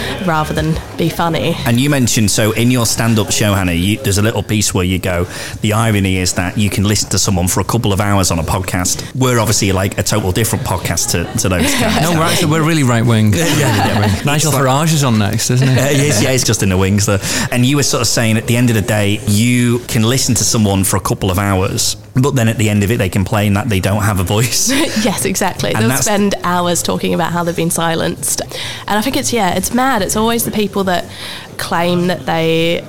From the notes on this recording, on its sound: Episode four was recorded live in The Cocktail Mafia (over Bank Holiday Weekend), a bar in Edinburgh's West End.